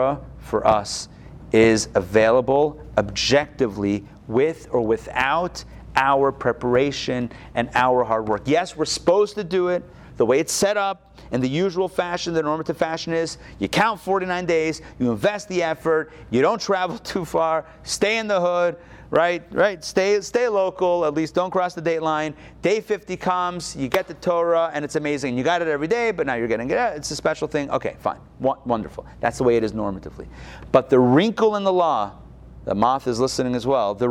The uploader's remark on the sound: Recorded live in Atlanta